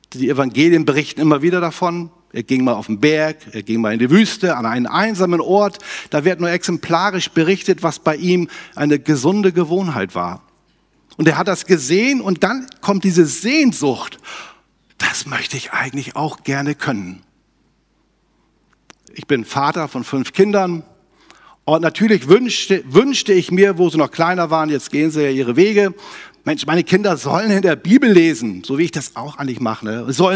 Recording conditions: large echoing room